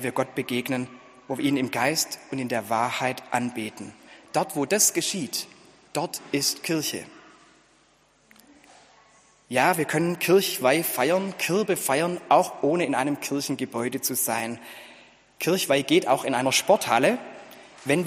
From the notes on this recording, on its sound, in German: Gottesdienst zur Kirbe